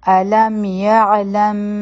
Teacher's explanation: الم یعلم، مخکې چونکه با راغله نو دلته کې به اخفا شفوي کوو، نو مونږ وایو دوه سیکنډ ټایم به ورکو او د میم ساکن د پټولو کوشش به کوو، شونډې به مکمل طور کلکې نه بندوو